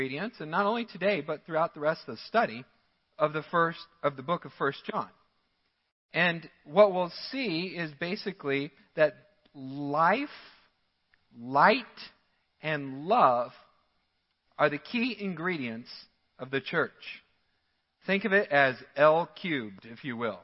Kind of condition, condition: setting, large echoing room